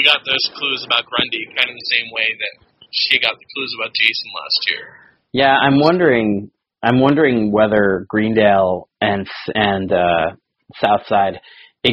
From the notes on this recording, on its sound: This is a pretty spectacular fail on the audio-quality side, but we are working to try and fix/recover what we can.